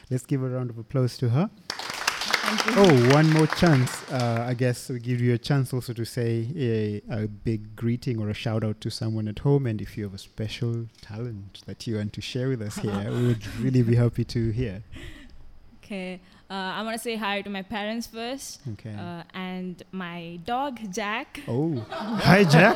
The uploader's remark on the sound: This live show hosted International participants of Summer Course 2019 at the Jacob Blaustein Institutes for Desert Research, Ben Gurion University of the Negev. The live studio audience was from India.